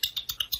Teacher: that sound that we kind of use when we disapprove of people. And it's kind of like, I almost want to say a nasal alveolar click.